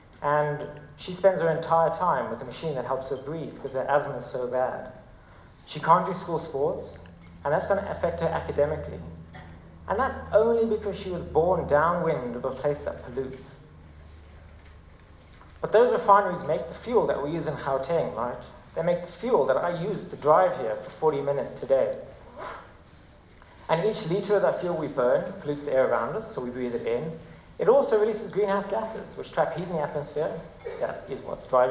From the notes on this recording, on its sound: TEDxJohannesburgSalon. This talk was given at a TEDx event using the TED conference format but independently organized by a local community.